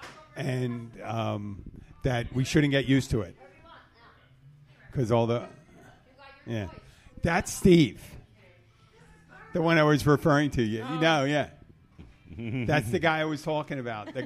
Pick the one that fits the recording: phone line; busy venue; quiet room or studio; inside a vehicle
busy venue